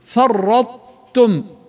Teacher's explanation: ولهذا يسمى الإدغام هنا إدغام متجانسين ناقص، فتصبح الكلمة فرطتم، يعني نلفظ الطاء لكن لا نقلقلها كما سمعنا ونحافظ على ترقيق التاء وتشديدها